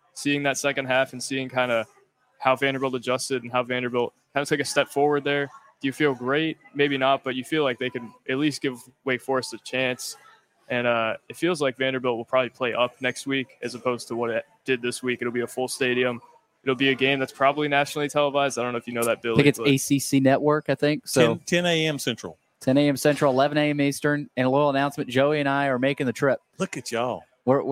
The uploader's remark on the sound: LIVE from Chili's on West End